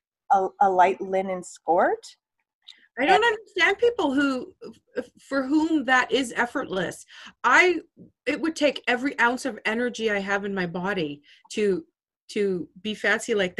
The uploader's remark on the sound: During a snow storm The Doulas got together in a zoom meeting and talked about so so many things.